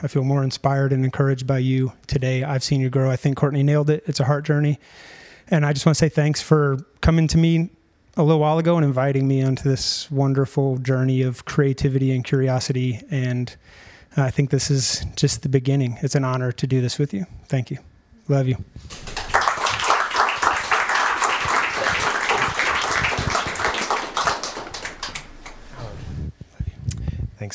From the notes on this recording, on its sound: This is a recording of our highly anticipated magazine release party. This episode was also recorded with video.